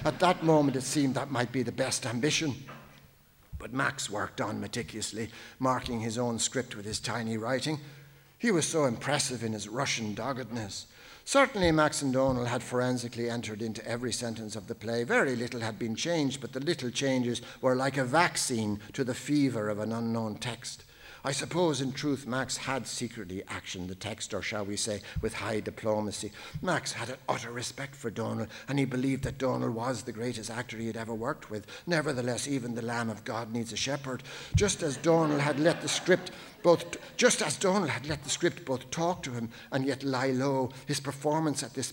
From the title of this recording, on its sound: Laureate For Irish Fiction Annual Lecture 2019